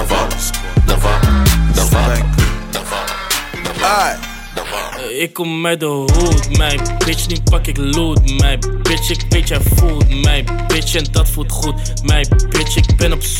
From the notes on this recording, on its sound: Live Set Private Party